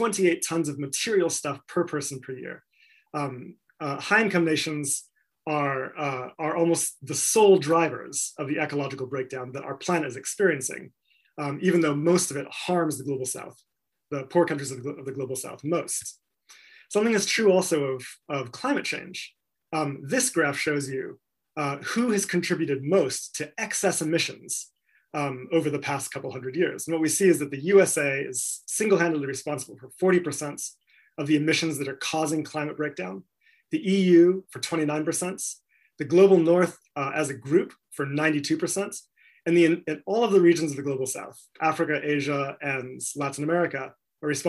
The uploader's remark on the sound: This talk was recorded at the online 5x15 event in February 2021.